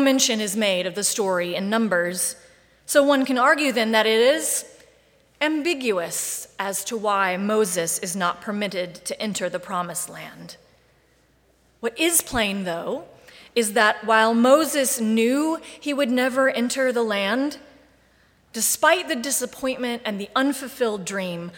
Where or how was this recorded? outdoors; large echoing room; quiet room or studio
large echoing room